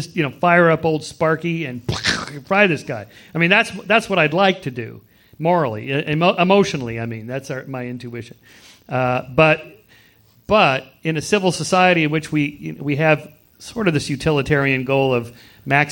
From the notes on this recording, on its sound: At California State University, Fullerton. The discussion is divided into opening statements, a period of exchanges among discussants, questions from the live audience, and closing statements.